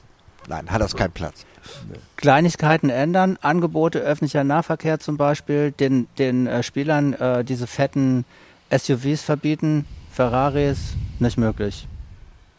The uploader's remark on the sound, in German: Ein Fußball-Tribünen-Gespräch